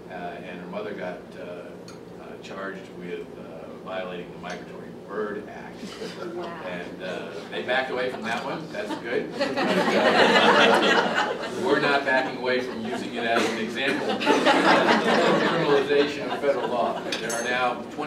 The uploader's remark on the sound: appeared before a luncheon meeting of The Ripon Society